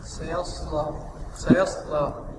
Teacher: السين، السين مرققة، والياء والصاد مفخمة، واللام بعدها نعم مرققة